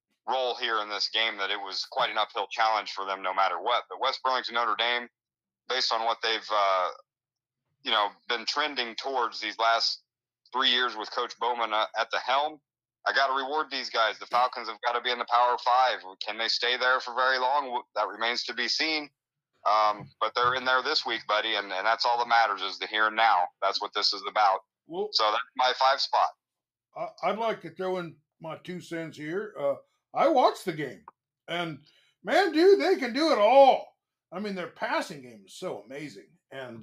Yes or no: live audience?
no